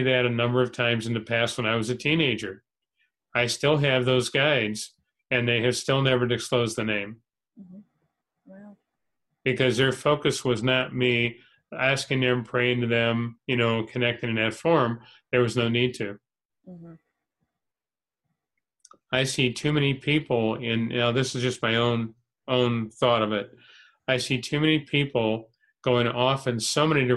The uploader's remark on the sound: Spiritual Development Class held online via zoom.